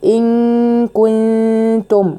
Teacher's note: أقصى لساني بيرتفع شوية عند الكاف